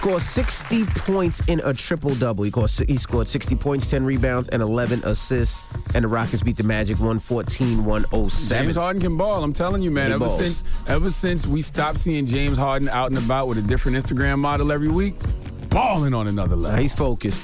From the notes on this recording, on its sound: We also opened up the phone lines for our listeners